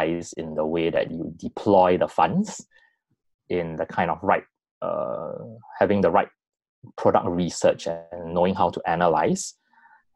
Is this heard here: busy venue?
no